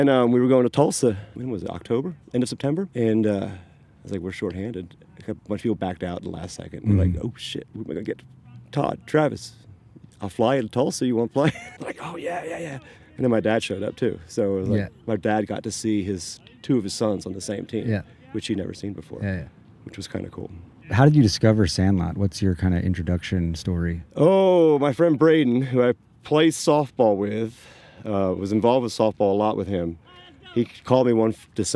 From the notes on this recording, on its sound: This episode was recorded at Patterson Park in Austin, TX.